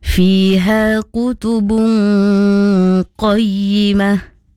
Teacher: Kutubung dengung. Gunah mesti dibaca dengan dengung.